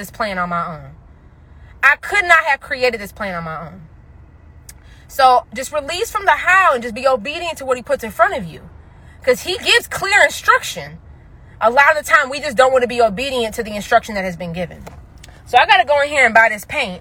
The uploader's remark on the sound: I recorded this episode while running errands